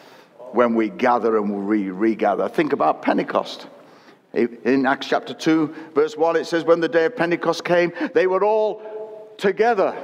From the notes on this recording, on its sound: Recorded at Destiny's 22 Anniversary service.